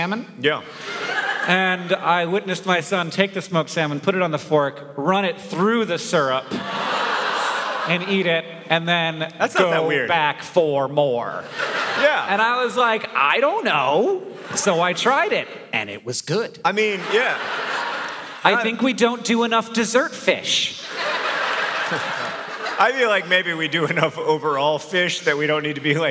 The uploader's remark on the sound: Live From St. Petersburg, FL!